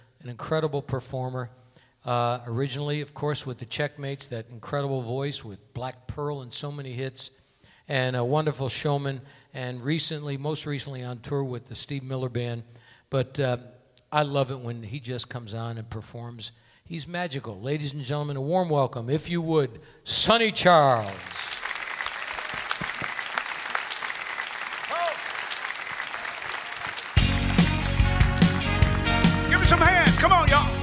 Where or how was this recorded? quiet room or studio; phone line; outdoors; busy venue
busy venue